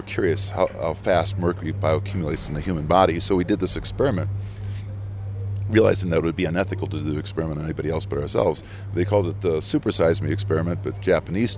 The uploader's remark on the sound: Recorded at the Mountain Film Festival in Telluride.